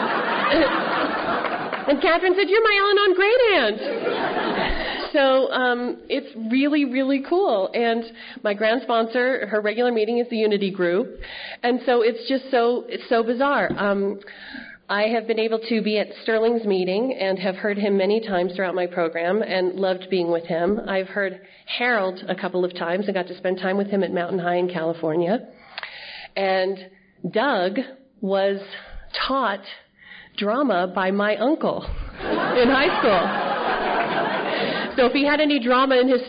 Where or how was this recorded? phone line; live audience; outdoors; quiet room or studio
live audience